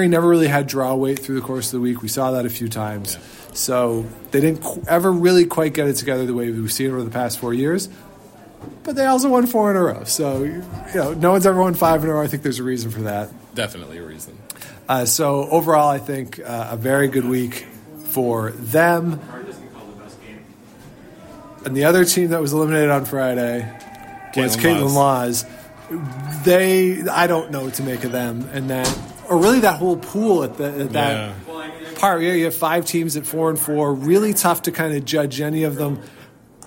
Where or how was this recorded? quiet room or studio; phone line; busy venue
busy venue